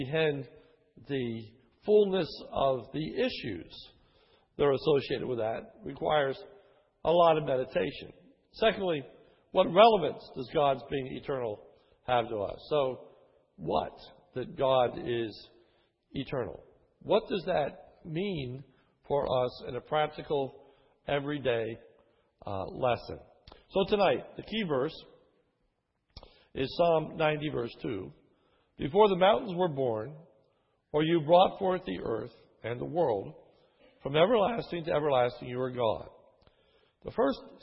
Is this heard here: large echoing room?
yes